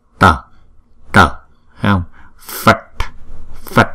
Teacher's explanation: Chữ T có dấu nặng này chúng ta phải đọc cong lưỡi lại